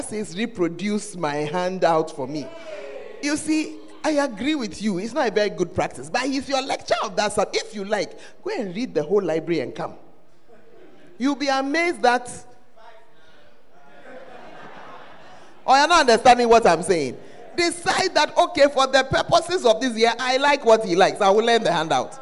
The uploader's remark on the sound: Preached at the First Love Center, Ayeduase